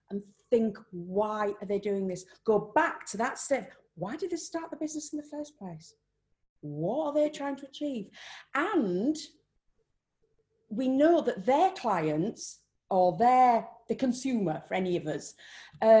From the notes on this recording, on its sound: This podcast was recorded via Zoom.